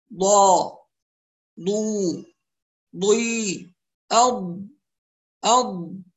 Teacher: المنطقة اللي هي في أقصى الحافة ديت الأخيرة، هذه منطقة الاتكاء يعني الضغط، والمنطقة الأمامية منطقة التلامس. يبقى في عندي منطقة ضغط وهي منطقة الحافة الخلفية، ومنطقة التلامس منطقة الحافة الأمامية. فنقول نعتمد على الحافة زي ما قلنا ونقول ضا هكذا، ضا ضو ضي أض أض هكذا. · Term: مخرج الضاد